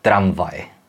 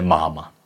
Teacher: Tedy to M nevyslovíme tak, že k sobě stiskneme rty, ale položíme horní zuby na spodní ret. · Shown in: first take · Term: výslovnost labiodentální